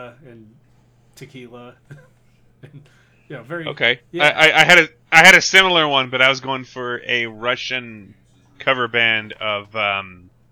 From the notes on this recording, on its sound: I’m still struggling with audio software so sorry if there’s any issues.